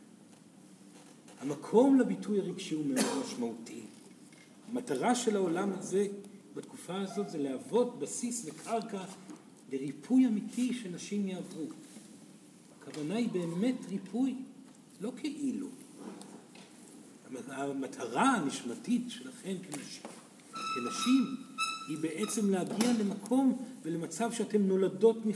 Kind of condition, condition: setting, live audience